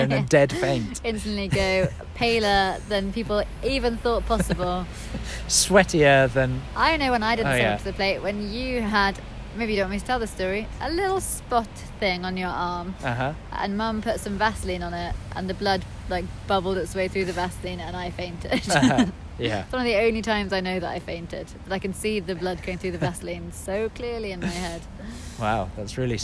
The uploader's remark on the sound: Live! From a park in Angel, hence the traffic noise!